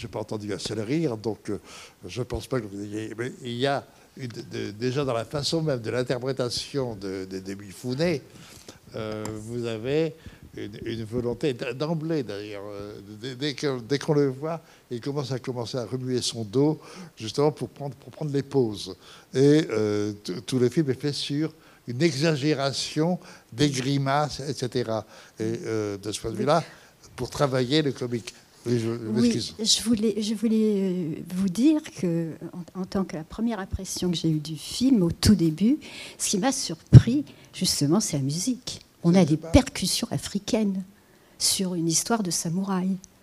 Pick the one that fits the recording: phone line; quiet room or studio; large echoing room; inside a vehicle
large echoing room